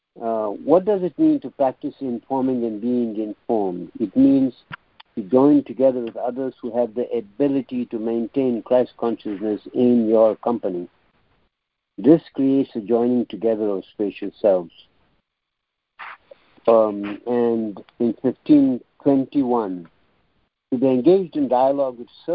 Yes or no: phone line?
yes